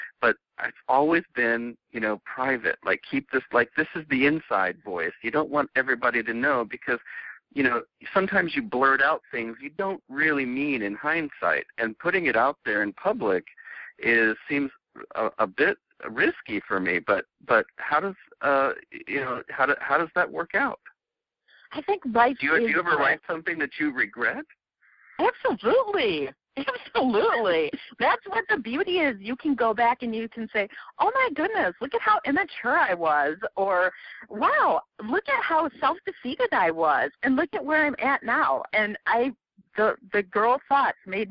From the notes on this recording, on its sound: I conduct a telephone interview